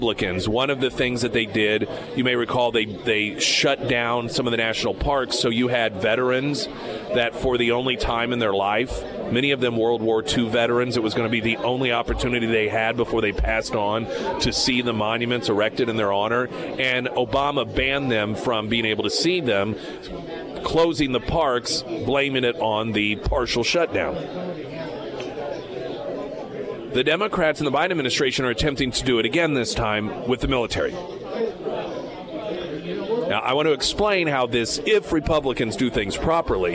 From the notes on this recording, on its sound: live at Scramblers Diner for Heroes Breakfast